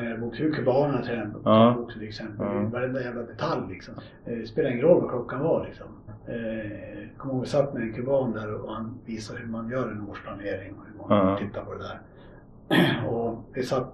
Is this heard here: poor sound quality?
yes